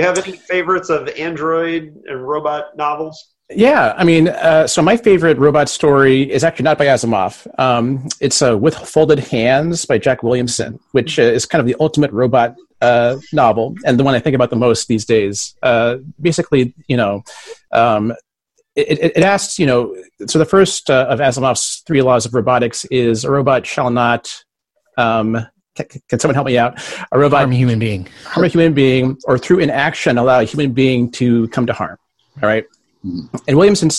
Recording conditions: video call